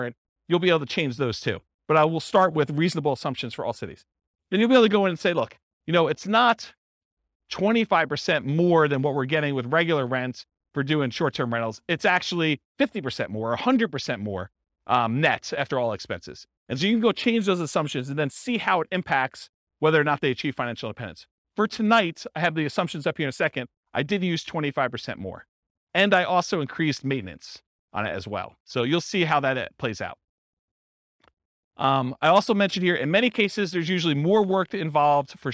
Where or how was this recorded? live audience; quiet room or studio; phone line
live audience